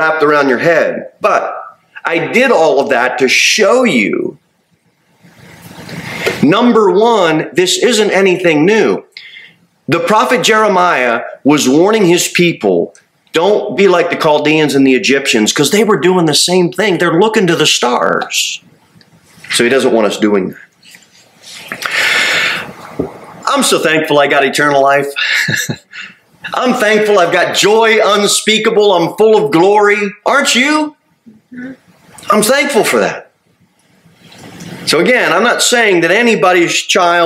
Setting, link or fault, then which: setting, large echoing room